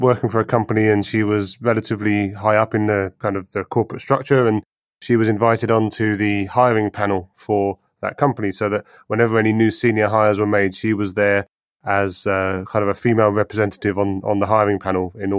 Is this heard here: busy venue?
no